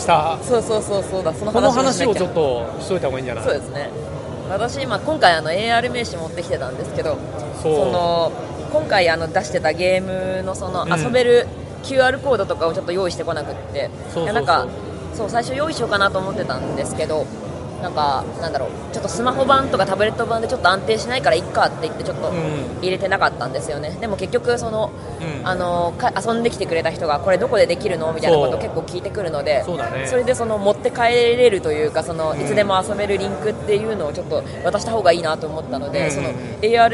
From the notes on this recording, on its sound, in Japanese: 海外ゲームショー遠征スロバキア編。GameDays2日目。会場のライブ収録のため、雑音が多く音声が聞こえにくい箇所が多々あります。